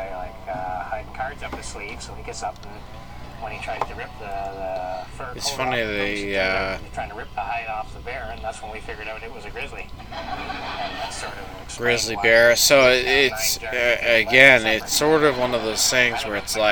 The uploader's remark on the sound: Sorry about the clicking